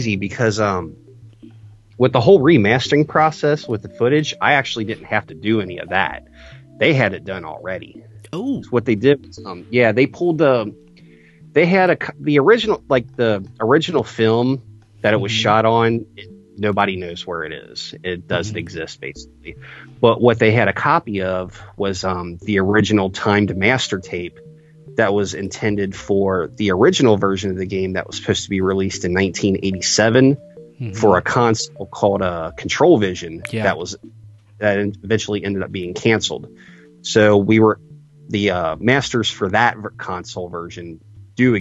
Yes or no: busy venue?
no